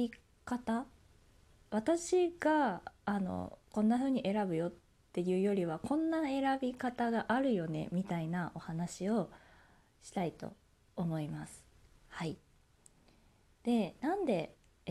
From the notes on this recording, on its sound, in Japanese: 自宅でスマホによる収録のため様々な騒音が収録されています、ご了承ください。